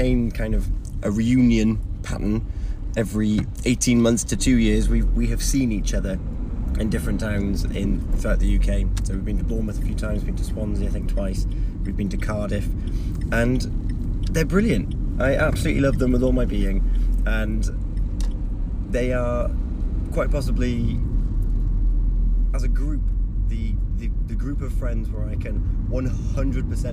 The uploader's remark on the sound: Excuse the driving and the distraction - I was staying safe!